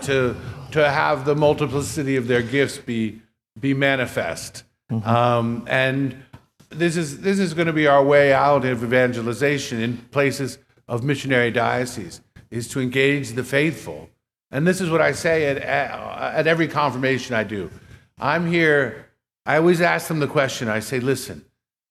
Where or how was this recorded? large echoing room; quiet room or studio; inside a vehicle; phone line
large echoing room